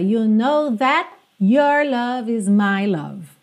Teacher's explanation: Ela canta dando uma fechada mesmo no that, esse T consoante oclusiva, encerrando a palavra.